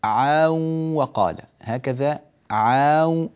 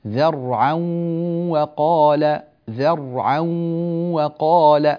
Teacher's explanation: أنت مددت فتحة العين قليلا وهذا لا يصح · Shown in: first take